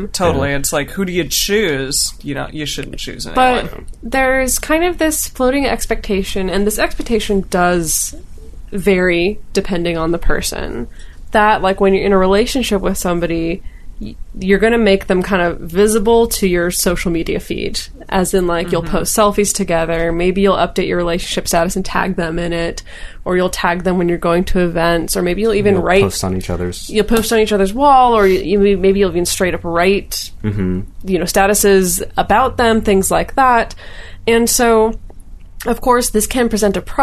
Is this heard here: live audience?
no